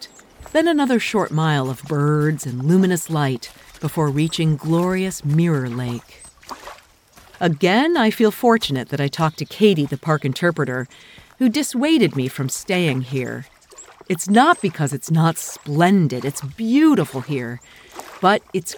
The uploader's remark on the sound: Will live in a remote cabin this spring to create audio narrative essays in Upper Peninsula Michigan in the Porcupine Mountains. A private site on a beaver pond filled with nature's sound including chipmunks, owls, beaver and a howling wolf.